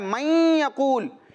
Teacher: تو دیکھیں نون ساکن کے بعد یا آ رہا ہے تو ہم اس نون ساکن کو یا سے ملائیں گے، نون ساکن کو یا سے ملائیں گے پڑھنے میں، یہ ہوگا ادغام، اور ساتھ میں غنہ بھی کریں گے، یعنی نون ساکن میں آواز ناک میں لے جائیں گے · Term: ادغام مع الغنہ